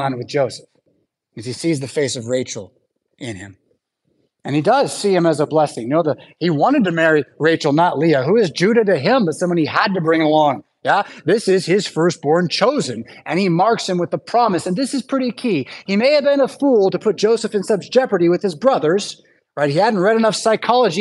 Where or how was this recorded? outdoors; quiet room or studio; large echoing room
large echoing room